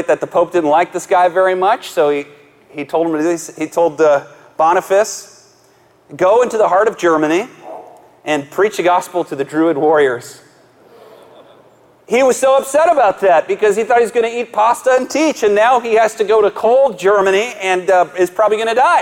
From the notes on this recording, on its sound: Live message from the Kingdom Men's Gathering.